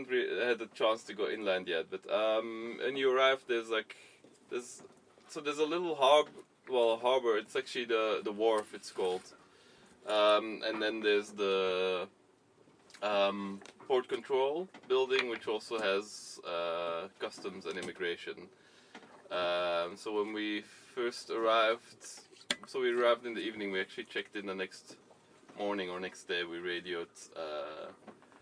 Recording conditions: inside a vehicle